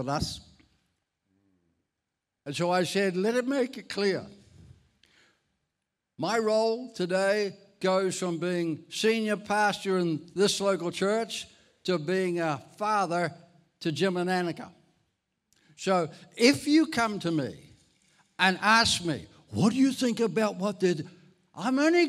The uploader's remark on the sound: This message was recorded at Encompass Church, Bundoora in July 2023.